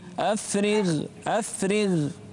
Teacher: الغين هني ساكنة لكن ما قبلها مكسور فتكون في أدنى مراتب · Term: أدنى مراتب التفخيم